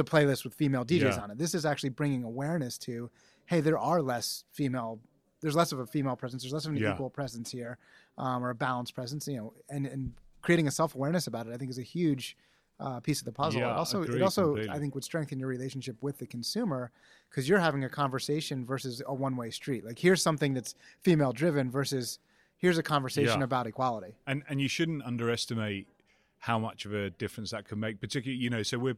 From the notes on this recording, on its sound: live from Advertising Week New York